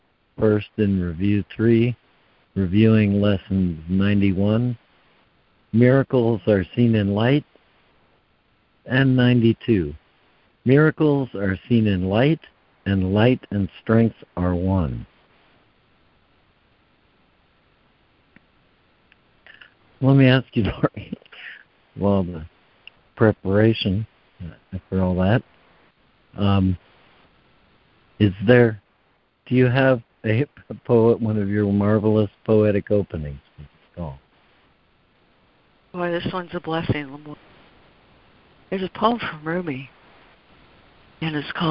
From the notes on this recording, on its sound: ACIM Daily Conference Call